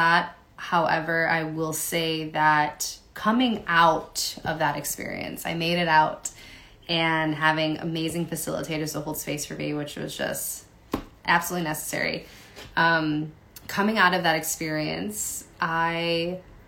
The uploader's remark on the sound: Resharing this audio from an IG LIVE